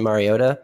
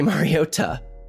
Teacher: if I'm talking really fast, I'll say Mariota, like it has a D · Shown in: first take